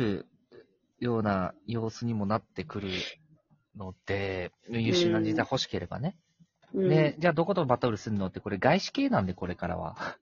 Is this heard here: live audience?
no